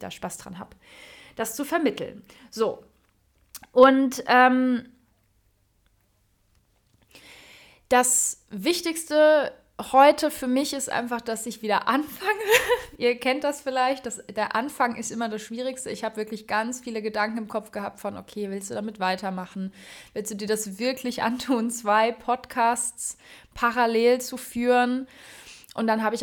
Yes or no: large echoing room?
no